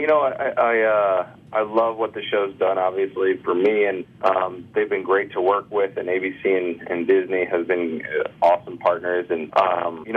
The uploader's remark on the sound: calls in to chat